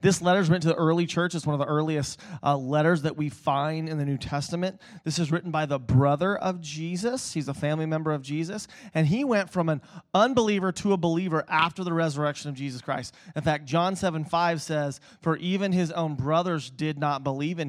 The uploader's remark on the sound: Preached at Emmaus Church on Sunday, November 10th, 2019.